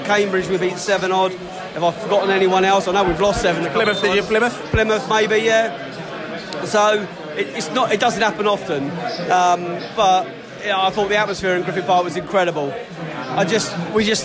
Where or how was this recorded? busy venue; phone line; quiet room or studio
busy venue